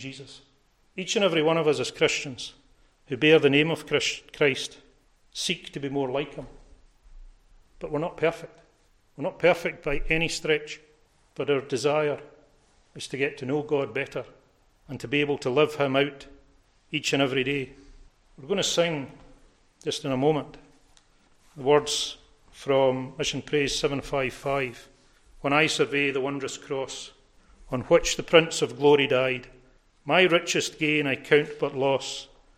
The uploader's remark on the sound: recorded at North Harris Free Church on Sunday morning 27th March 2022